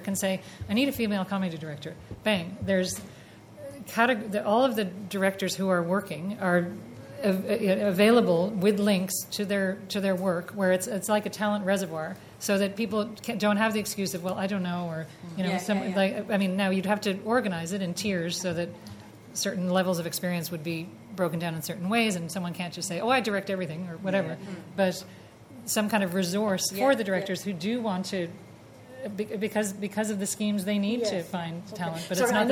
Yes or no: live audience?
yes